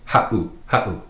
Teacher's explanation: when you put that 7, it causes you to end your breath quickly. · If you were to take out that 7, it would be pronounced ha'u. But with the 7 in there, it makes that little glottal stop, that pause. So you say ha'u, ha'u.